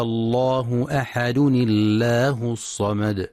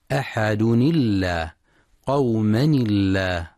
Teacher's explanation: وترقق لام لفظ الجلالة الله إذا سبقت بتنوين، وذلك عند وصد الكلمة المنونة بلفظ الجلالة. · Term: ترقيق لام لفظ الجلالة